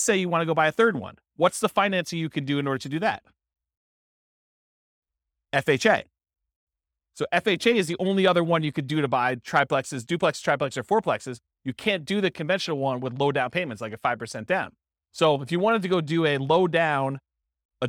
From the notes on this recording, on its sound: This was a live class recorded